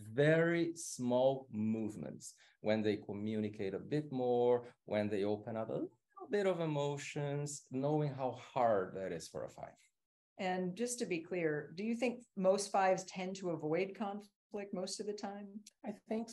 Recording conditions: video call